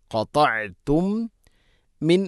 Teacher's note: മീം സാക്കിനയ്ക്ക് ശേഷം മീമാണ് ഇദ്ഗാം മുതമാസിൽ, മണിച്ചുകൊണ്ട് ഉച്ചരിക്കണം. ഇദ്ഗാം ചെയ്യണം.